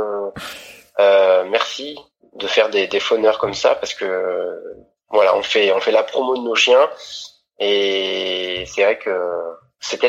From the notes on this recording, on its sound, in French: Vous entendrez que la qualité sonore n’est pas au rendez-vous cette fois, car je suis en pleine transition entre Paris et… Lyon ! Alors je m’excuse pour le son.